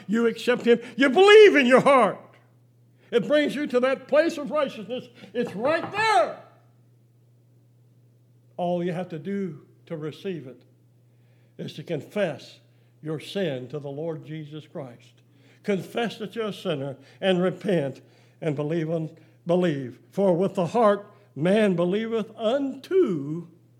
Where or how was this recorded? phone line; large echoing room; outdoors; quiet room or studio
large echoing room